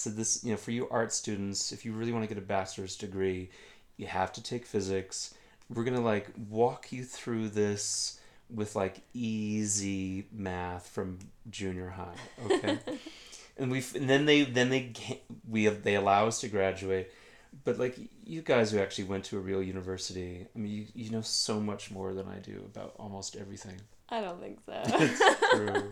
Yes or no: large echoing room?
no